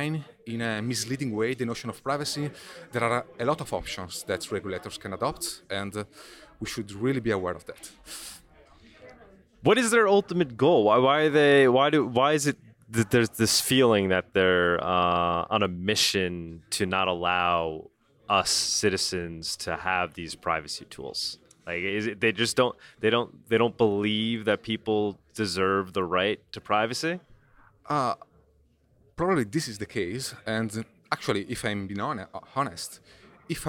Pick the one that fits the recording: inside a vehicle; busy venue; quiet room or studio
busy venue